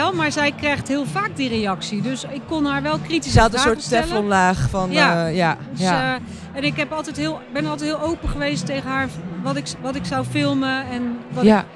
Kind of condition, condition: setting, busy venue